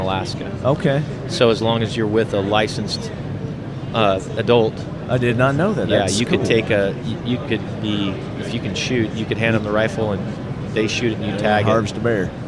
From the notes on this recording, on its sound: 2019 SHOT Show interviews form the Buck Knives Leadquarters